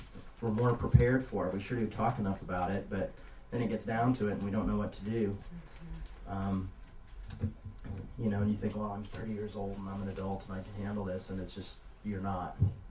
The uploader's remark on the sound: It was recorded in October of 2006, at Revolution Church in Brooklyn, NY.